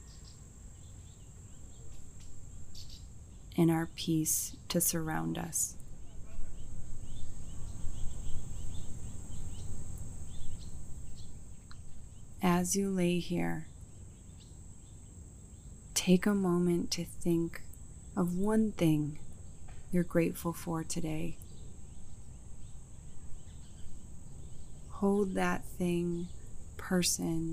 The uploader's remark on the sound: includes recording from a local Chicago bird sanctuary